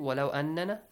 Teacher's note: Nun mushaddad. How do you pronounce it? You produce a ghunna sound.